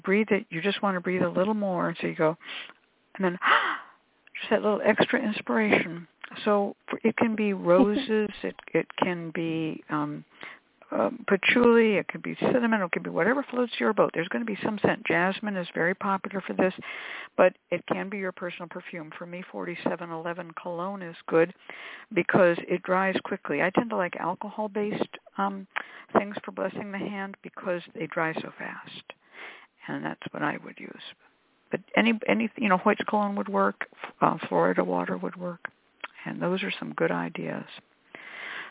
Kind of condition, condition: link, phone line